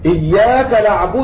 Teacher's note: الإشمام فهو إشارة بضم الشفتين حيث إن هذه الكلمة مرفوعة